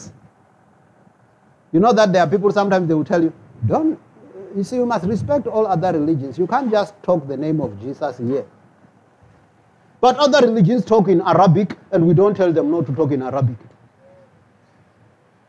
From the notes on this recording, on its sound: preached at Jesus the Saviour Church, 185 Bobs Way, Eersterivier, Cape Town on 12 November 2023